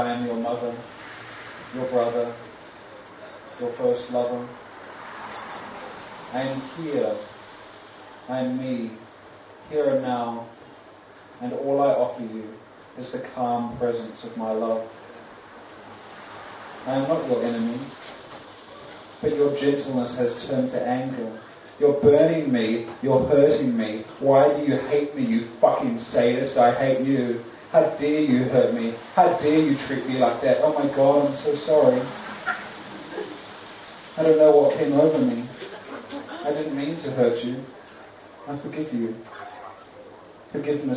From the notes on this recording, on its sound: Recorded 2017-04-24 at Melbourne's most exuberant and inclusive spoken word open mic, Oussou, Sydney Road, Brunswick.